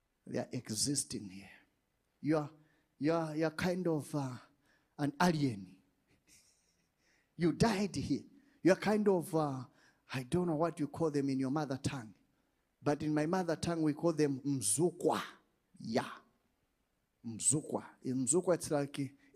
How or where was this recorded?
large echoing room